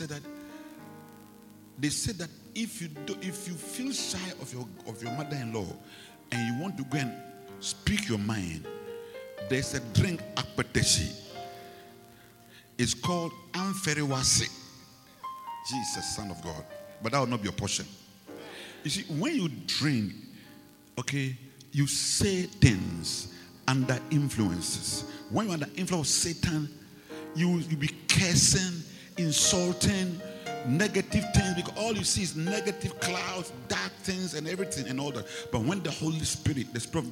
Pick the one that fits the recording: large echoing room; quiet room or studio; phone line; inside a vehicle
large echoing room